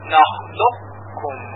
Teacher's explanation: هر جا ما قاف ساکنه داشته باشیم به کاف برسه ادغام میشه، مانند نخلقکم که میشود نخلقکم. · Term: ادغام قاف ساکنه